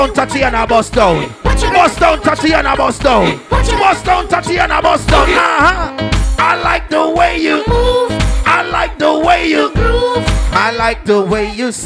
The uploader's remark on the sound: Live At Soca Mazza Grand Canaria Pyjama Lingerie Party. We Got The 2nd To Last Set Of The Event And Went With The Flow.